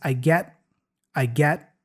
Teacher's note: So the T there is a stop T. He doesn't say I get, but I get, I get.